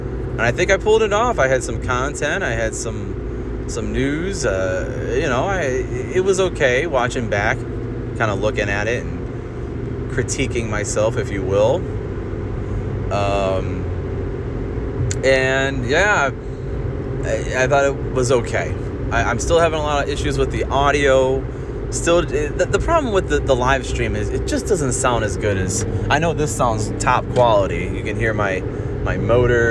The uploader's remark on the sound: Driving while talking episode.